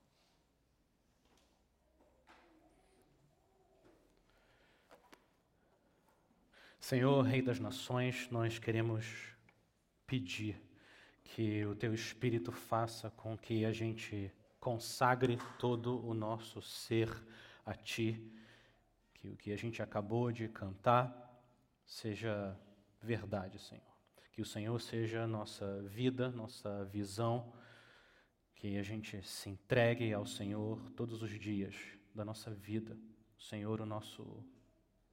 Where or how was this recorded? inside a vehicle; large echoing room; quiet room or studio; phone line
large echoing room